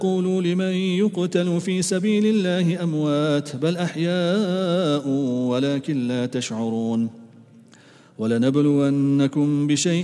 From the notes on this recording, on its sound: at the Houghton Masjid (West Street)